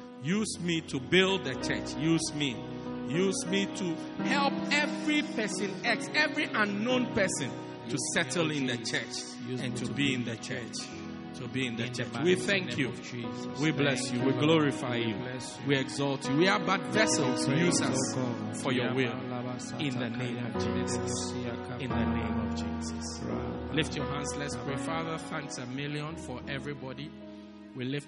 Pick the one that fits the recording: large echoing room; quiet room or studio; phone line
large echoing room